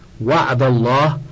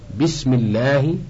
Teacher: إن وقعت بعد فتح نحو وعد الله، أو ضم نحو إني عبد الله فخمت، وإن وقعت بعد كسر نحو بسم الله رققت · Term: اللام في لفظ الجلالة